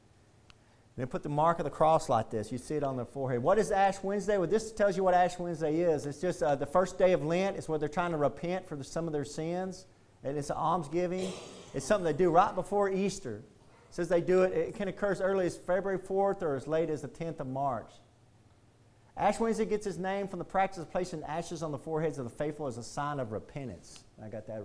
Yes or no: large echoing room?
yes